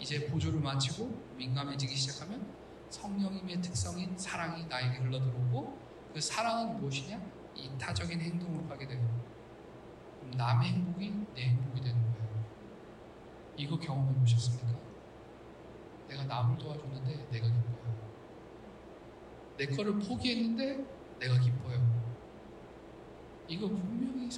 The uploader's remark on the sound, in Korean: 기계적 오류 인해, 음질이 떨어집니다.